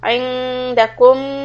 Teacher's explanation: nun ikhfa then mim shad we will hold it